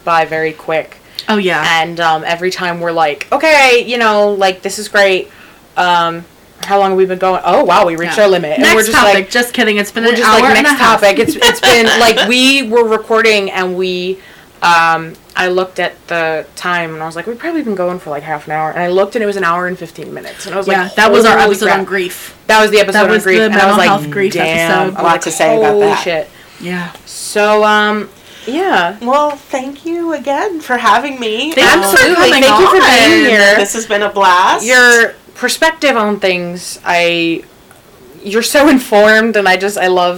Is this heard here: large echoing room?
no